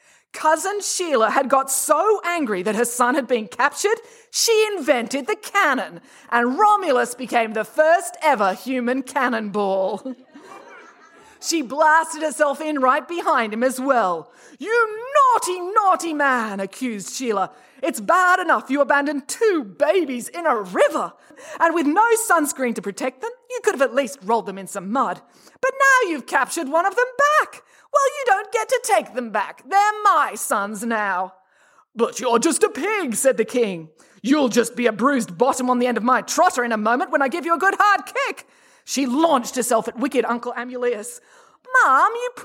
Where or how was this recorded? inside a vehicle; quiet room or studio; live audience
live audience